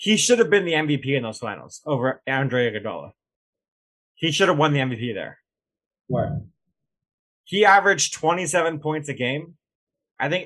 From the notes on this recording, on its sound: We apologize if the sound quality is a bit off on this show. Its a heat wave and we unknowingly had an air conditioner on.